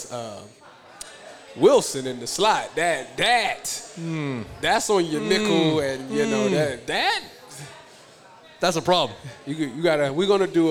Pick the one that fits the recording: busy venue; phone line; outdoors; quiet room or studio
busy venue